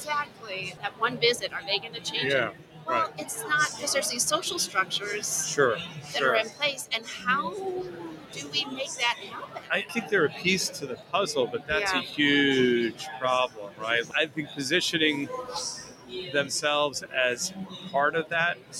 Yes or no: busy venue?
yes